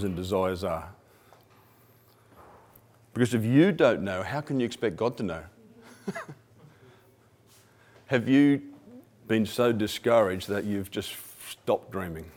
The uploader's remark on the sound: 2016 100x Mavericks Convention Keynote Presentation